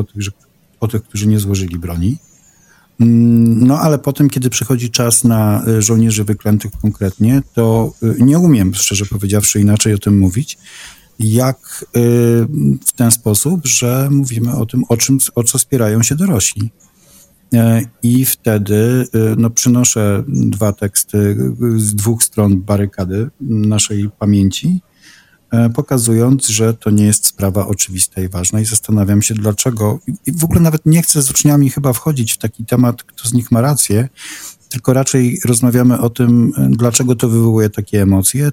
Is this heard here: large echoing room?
no